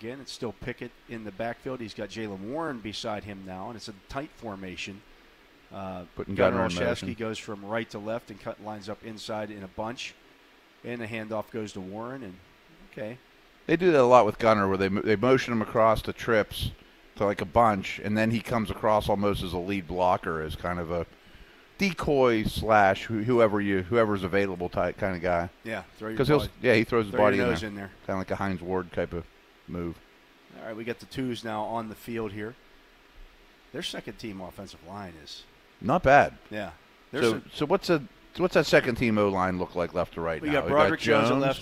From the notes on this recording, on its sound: broadcast live from Chuck Noll Stadium as the Steelers take the field for a wet practice